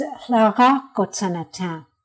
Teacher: That's an ejective consonant, a glottalized consonant.